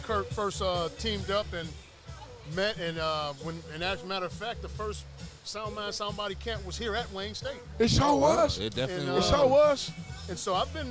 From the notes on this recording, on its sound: Live from Sound Mind Sound Body